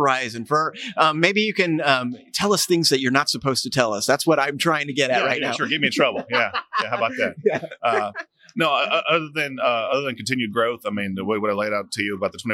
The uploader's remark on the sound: Live from Metro Connect 2020.